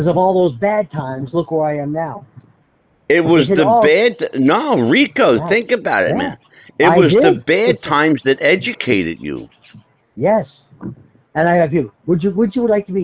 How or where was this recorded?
phone line